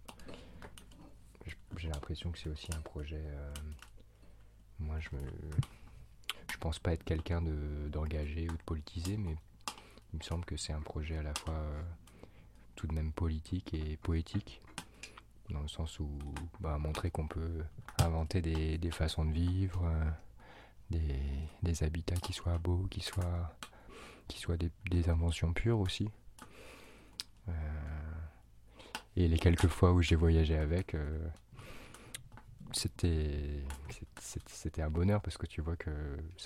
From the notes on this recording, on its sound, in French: Le bruit d’un feu poétique dans un camion aménagé.